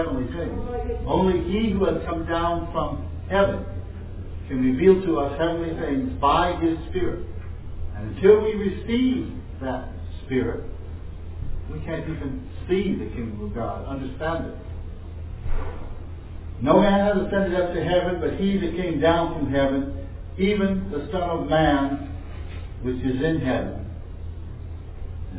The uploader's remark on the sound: This was preached in an open public venue, so please forgive the background noise.